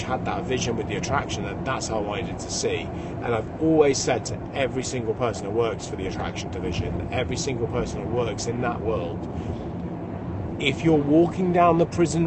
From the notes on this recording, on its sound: Early morning drive to Somerset. I do not usually drive early hours in the morning to Shepton Mallet Prison, I prefer to travel down the day before, but it is a beautiful spring morning, so I will not complain too much.